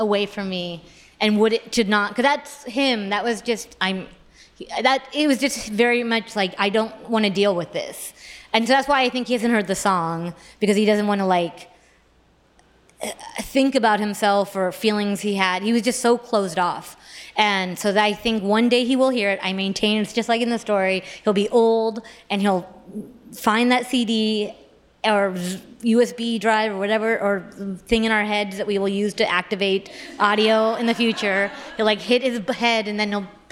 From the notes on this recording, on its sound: joins LIVE at the 2022 On Air Fest